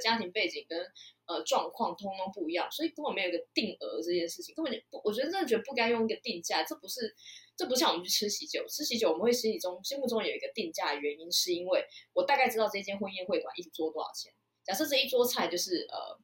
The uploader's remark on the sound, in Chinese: 音質差，慎入！當時的音質奇差無比、錄音一直有各種外部干擾啦超煩！